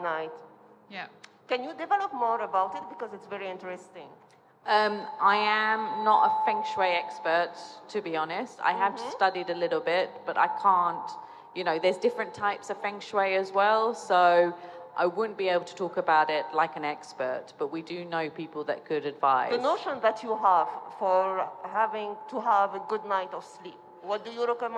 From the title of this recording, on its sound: at the Dubai Home Festival 2020 at Nakheel Mall, The Palm